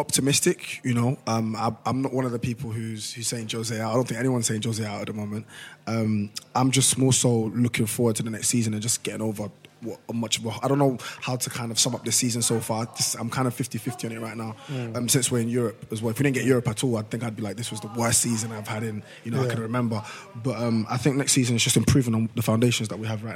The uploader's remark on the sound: our Beehive Live Show